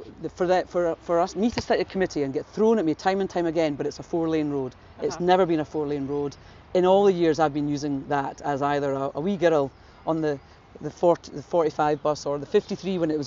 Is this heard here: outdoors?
yes